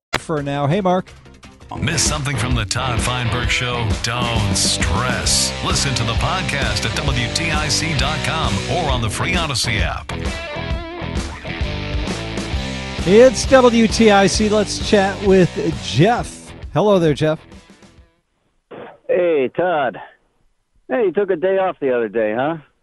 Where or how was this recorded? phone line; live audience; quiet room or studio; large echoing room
phone line